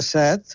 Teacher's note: en català central es pronuncia en veu oberta